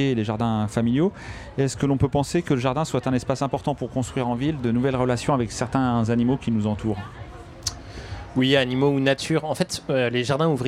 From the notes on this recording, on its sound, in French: Plateau radio Vegan Place Tours. Une table ronde enregistrée le 17 juin dernier lors de la Vegan Place de Tours.